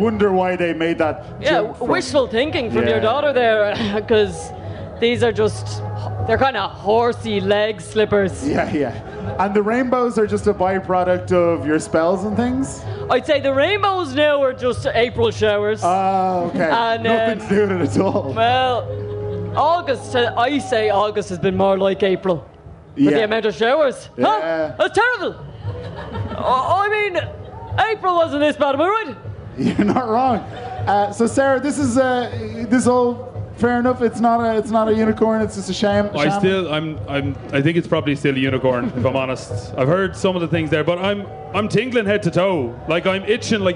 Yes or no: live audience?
yes